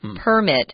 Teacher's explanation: Notice the 重音 is on the first syllable with the noun, permit.